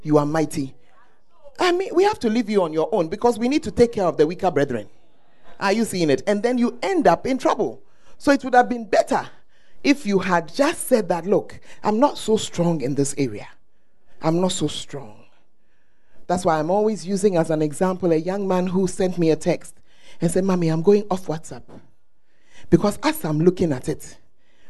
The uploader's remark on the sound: Preached At The First Love Center, Ayeduase.